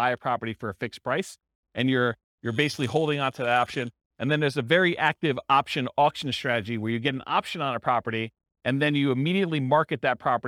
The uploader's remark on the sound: This was a live class recorded